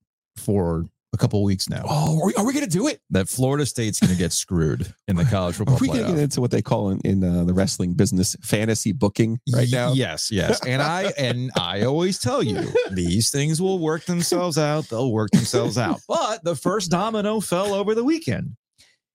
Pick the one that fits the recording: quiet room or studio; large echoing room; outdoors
quiet room or studio